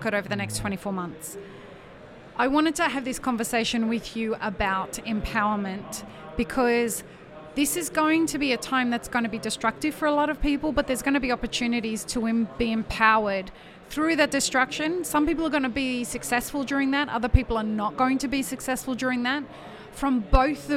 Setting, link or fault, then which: setting, busy venue